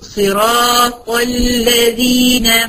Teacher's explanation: بدخل من الطه بتاعت صراط المفتوحة المفخمة دي على اللام بتاعت الذين بالترقيق، يبقى الطه فخمة واللام رقاء.